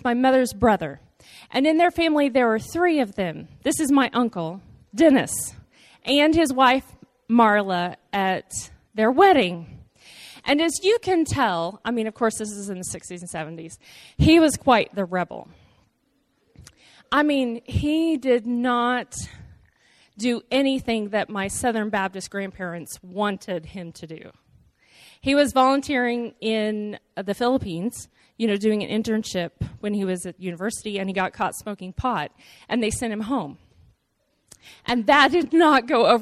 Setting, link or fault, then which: setting, large echoing room